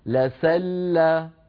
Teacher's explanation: لام مرققة سين مرققة لام مرققة، هذا المقطع 3 حروف مرققة